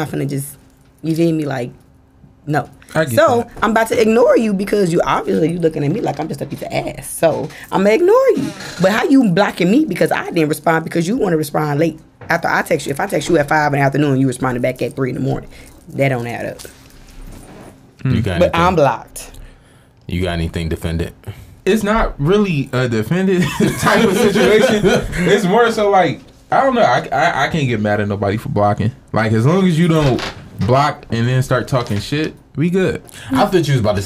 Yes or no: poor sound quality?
no